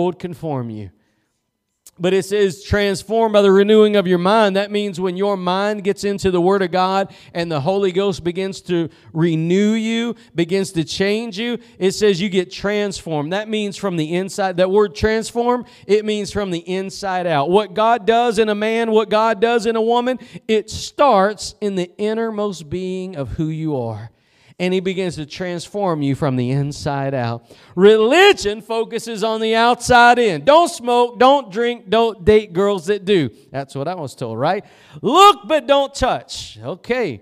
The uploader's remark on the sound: Preached at Gospel Lighthouse in Bossier City, La.